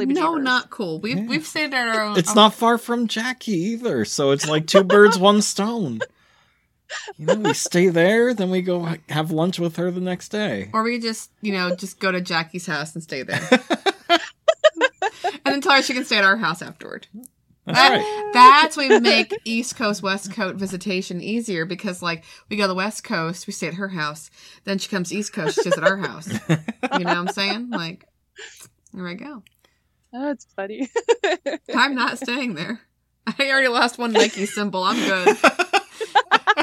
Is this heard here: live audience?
no